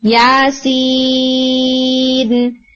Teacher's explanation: اسی طرح سے یا سین میں، سین کو سٹرچ کریں گے فار اباؤٹ سکس حرکہ، لیکن یا کو نہیں کریں گے، اونلی فار ٹو حرکہ. یا سین، سم ٹائمز اسٹوڈینٹس یا کو بھی لمبا کرے ہوتے ہیں، تو بی کیئرفل کہ یا صرف ٹو حرکہ تک جائے گا، سین جو ہے وہ آپ کا سٹرچ ہونا چاہیے